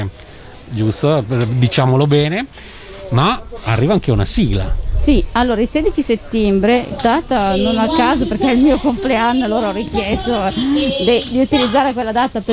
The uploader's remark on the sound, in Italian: Da San Marino Comics 2020 la nostra intervista